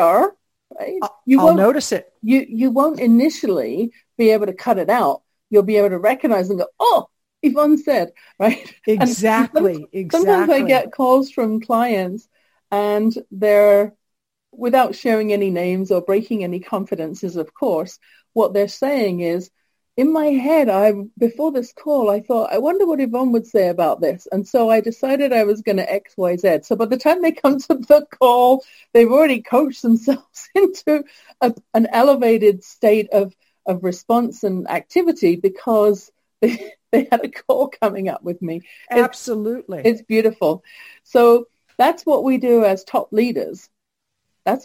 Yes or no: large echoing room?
no